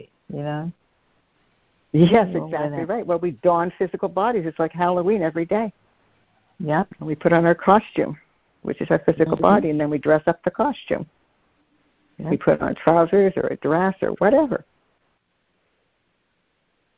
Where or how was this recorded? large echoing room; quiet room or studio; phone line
phone line